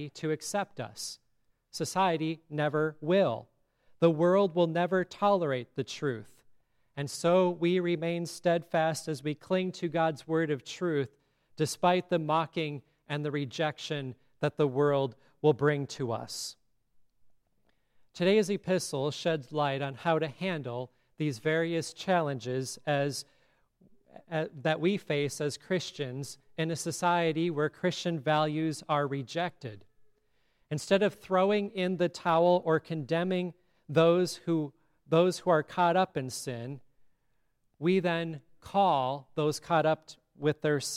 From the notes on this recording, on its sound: Listen to the service at Grace Lutheran Church in Lexington